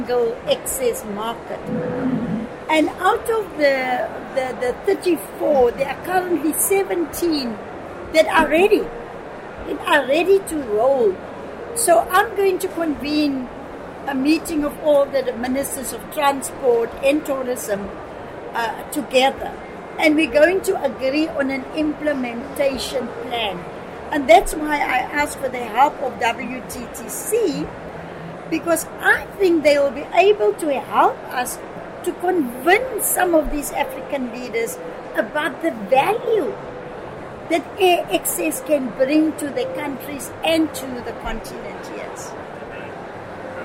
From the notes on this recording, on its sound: Recorded at this year’s World Travel Market, London.